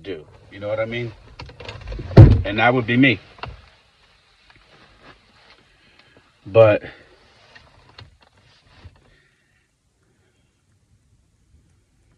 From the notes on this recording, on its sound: Thoughts from the Car.